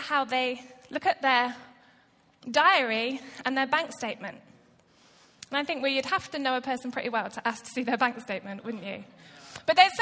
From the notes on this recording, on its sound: Recorded live at Life Church Lancashire on 27th January 2019.